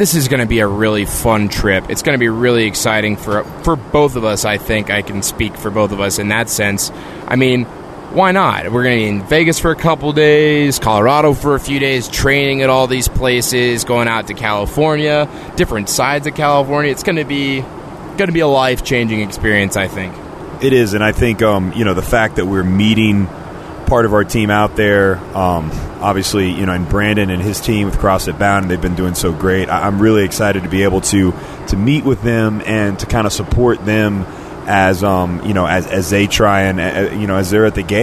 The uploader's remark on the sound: Recorded at 30,000 ft